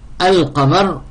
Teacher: on ne peut pas sauter le lem · Term: lettre qamariya